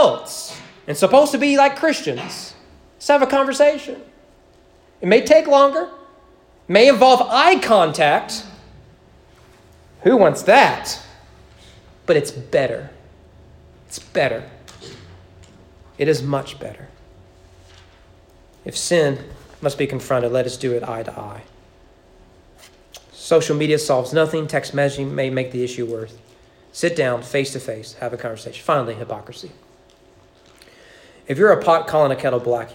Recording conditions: large echoing room